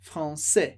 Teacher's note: No caso de français, a palavra termina em S, e tipicamente em francês, a gente não pronuncia o S no final da palavra